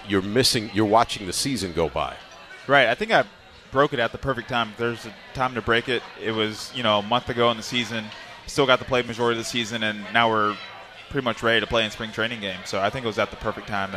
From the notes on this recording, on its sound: Live from Duffy's Sports Bar & Grill.